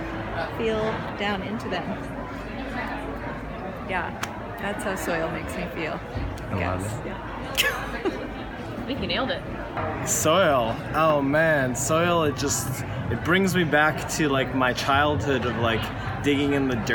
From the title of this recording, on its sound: at the Heirloom Expo 2020